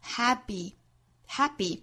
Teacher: The trick is to not regret the choices you made along the way.这句话英音和美音基本上没有差别，我们放在一起讲语音的部分。首先第一个要注意的呢，就是 happy 这个词，我们注意后面的这个字母 p 对应的这个 p 的发音，在这样一个单词里呢，我们听到更多的情况其实不是发成十足的 p 的发音了，不是 happy，而我们听到更多呢是类似于一个 b 的发音 happyhappy，这就涉及到一个爆破音在单词内部元音之间的一个送气打折的情况。那我们说呢，不是十足的 p，但是也不能发成十足的爆破音 b，我们去中间的一个度打一个八折，我们去找汉语拼音里面阿波茨德波的这个音，既没有明显的送气，又没有很明显的爆破，那我们取这个 b 的发音 hab hab happyhappy。